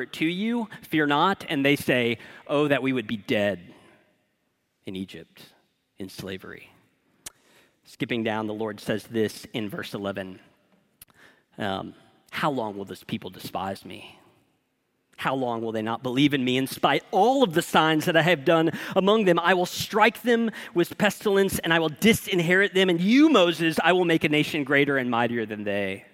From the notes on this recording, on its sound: This is a sermon from Sojourn Heights Church in Houston, TX